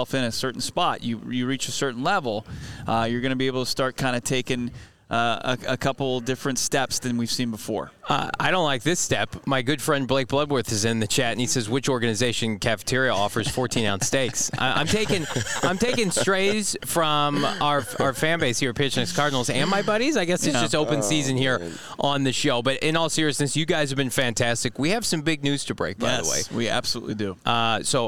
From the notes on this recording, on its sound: LIVE from the NFL Combine!